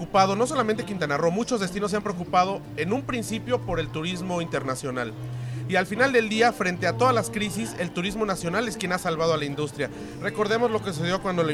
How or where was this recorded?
busy venue